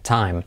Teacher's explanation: Cuidado no decir time, sino time. Como la segunda parte del diptongo, una E, time.